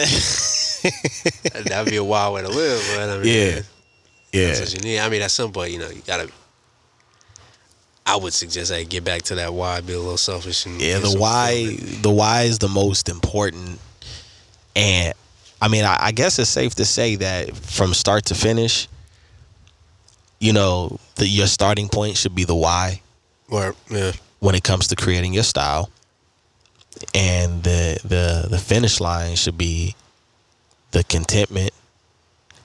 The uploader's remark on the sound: Take the conversation outside literally. Their special guest from the outdoors.